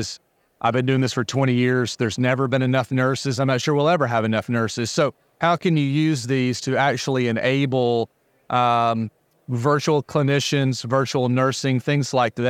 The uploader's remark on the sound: Special Episode LIVE from the floor of Becker's